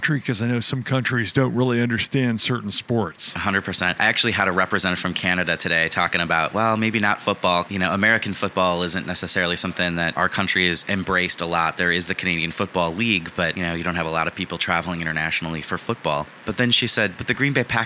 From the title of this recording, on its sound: Live From IPW